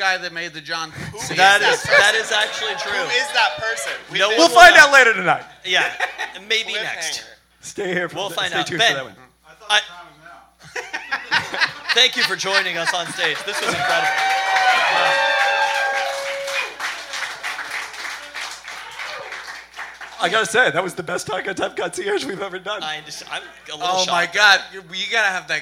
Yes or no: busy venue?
yes